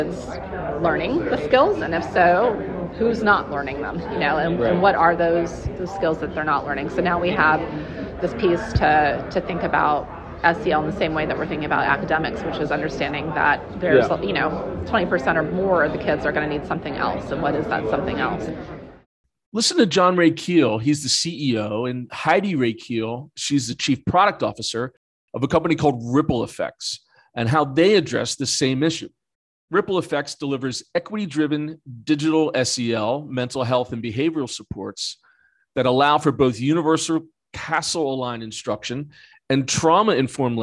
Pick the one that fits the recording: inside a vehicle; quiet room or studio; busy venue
busy venue